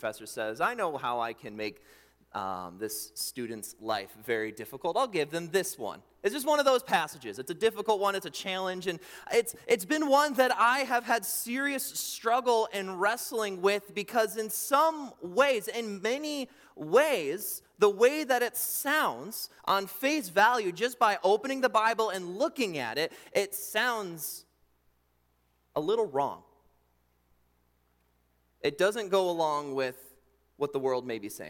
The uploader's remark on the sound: during the Morning Worship Service on Sunday, July 9, 2023, at Calvary Baptist Church in Battle Creek, Michigan